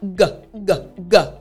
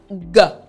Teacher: that sound actually happens in the back or at the back of your throat. The g, g. So basically what you're doing is you're allowing your tongue, the back of your tongue is basically connecting with your throat and you're focusing on making the sound back there. · Term: G sound